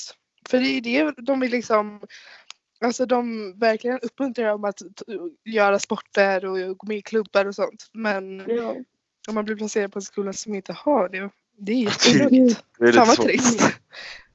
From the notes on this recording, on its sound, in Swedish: Smärre ljudproblem igen...